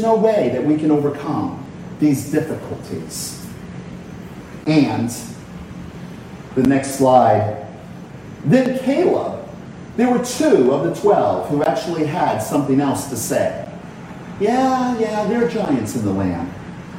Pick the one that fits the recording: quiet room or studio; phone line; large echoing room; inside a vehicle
large echoing room